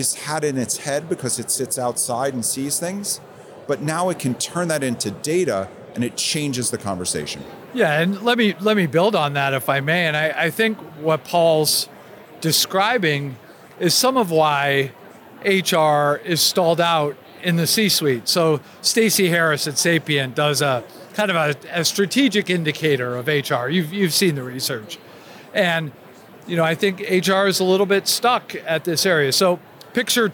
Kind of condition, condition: setting, busy venue